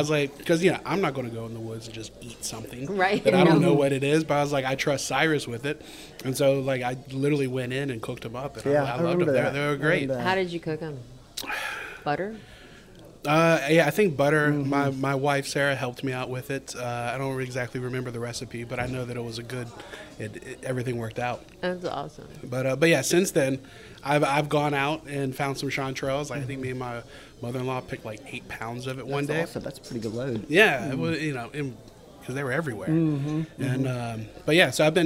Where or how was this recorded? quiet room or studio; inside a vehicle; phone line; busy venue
busy venue